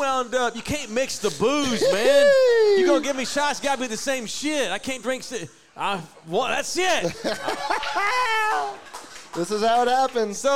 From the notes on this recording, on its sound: Live from JT's Sports Bar & Grill in Universal City, Texas.